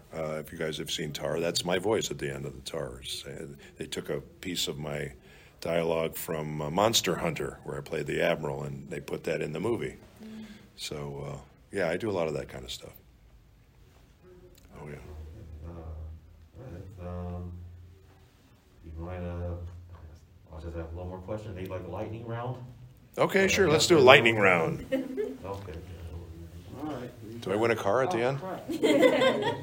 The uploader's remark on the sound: roundtable - Sakura-Con 2023